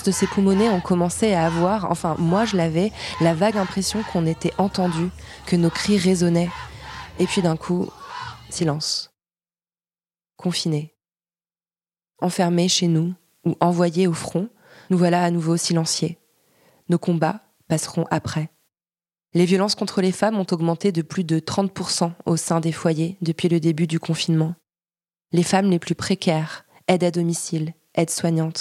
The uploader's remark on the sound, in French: Les sons de manifestation que vous entendez dans l’introduction ont été enregistrés